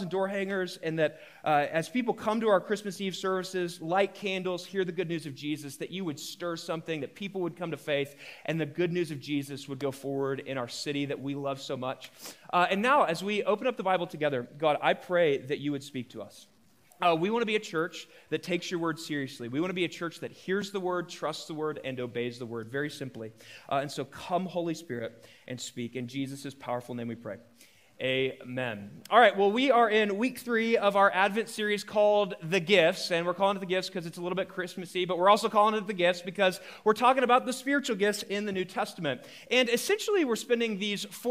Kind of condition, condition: setting, live audience